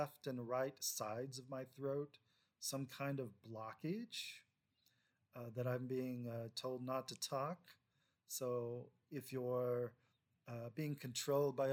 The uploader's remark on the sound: If the sound is too low, let me know.